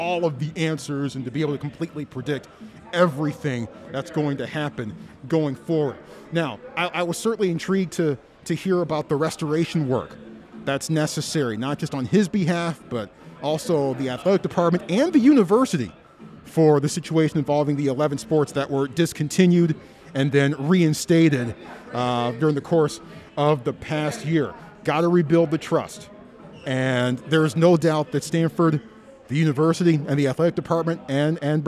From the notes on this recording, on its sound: Live From Media Day. Pac-12 Football Media Day.